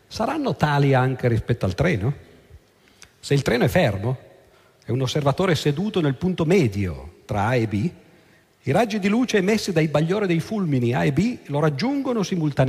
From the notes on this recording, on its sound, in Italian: Registrato presso l'Auditorium di Roma il 15/03/08